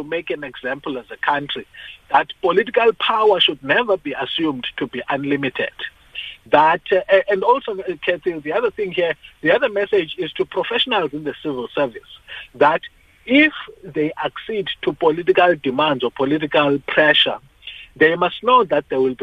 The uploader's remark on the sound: We are joined on the line.